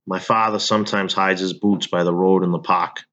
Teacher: In rhotic speech, people pronounce the R. The classic Boston accent is non-rhotic.